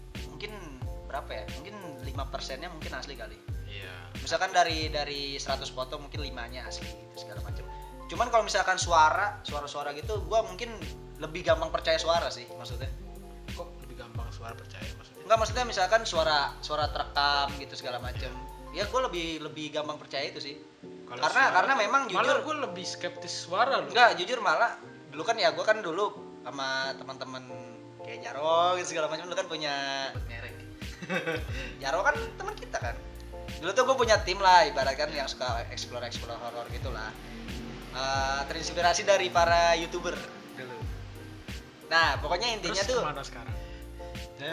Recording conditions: background noise